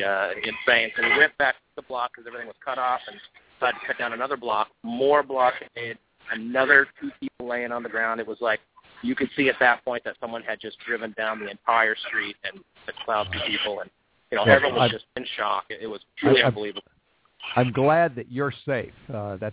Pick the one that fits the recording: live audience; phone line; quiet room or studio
phone line